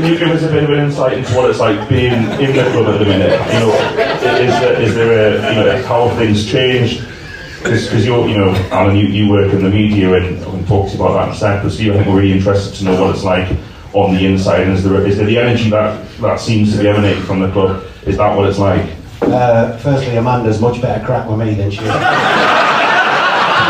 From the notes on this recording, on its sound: Attended a talk in which we have recorded for you as a podcast. Sadly we the professional audio was lost on the night but we have this back up audio to bring you what was a great night.